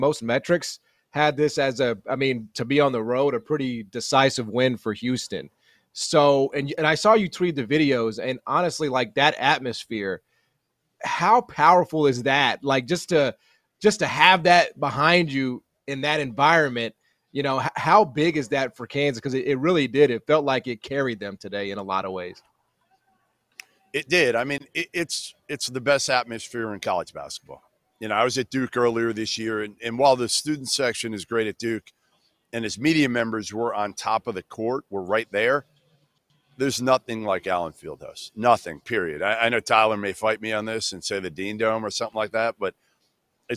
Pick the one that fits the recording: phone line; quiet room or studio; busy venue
busy venue